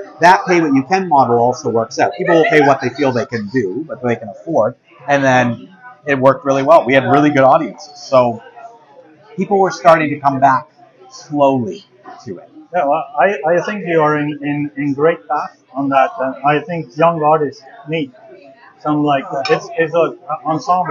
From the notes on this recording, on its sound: The two enjoyed a lunch at The Third, in the Hintonburg/Wellington West area of Ottawa.